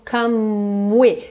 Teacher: Você já sai do M, do come, para o som do W.